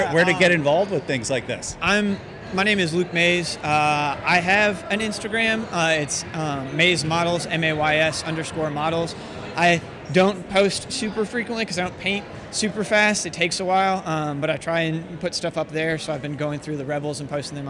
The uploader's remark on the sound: Steal the mic and wander around STEAM into Star Wars, a convention experience. Has built at our local high school that's free for the community to experience. Come listen in to vendors, cosplayers, and gamers share their hobbies and passions.